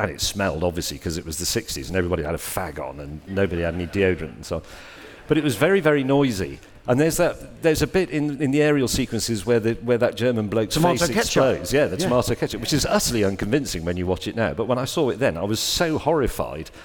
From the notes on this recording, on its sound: on stage at We Have Ways Fest